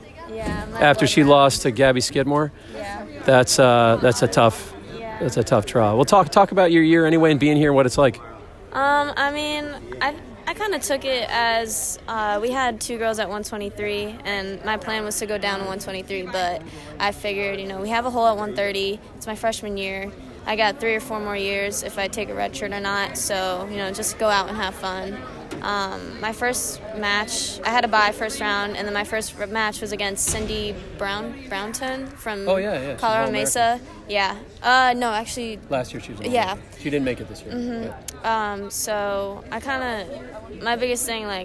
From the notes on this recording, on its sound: On the Floor at WCWC Nationals.